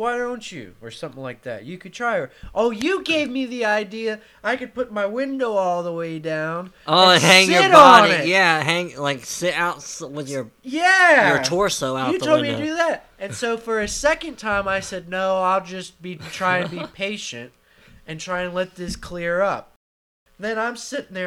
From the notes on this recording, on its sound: We apologize for the buzzing you may hear in the audio. This was our first recording together since last year, and we had not yet found the best place to set up for the recording.